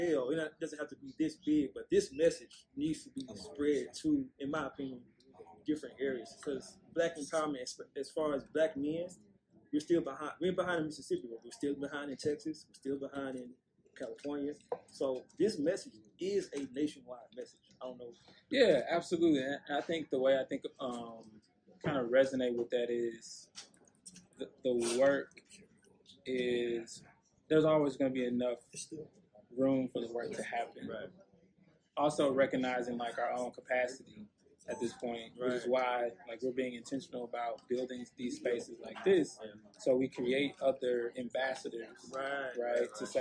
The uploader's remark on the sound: in Greenville Mississippi at his mens entrepreneurship conference on April 15, 2023.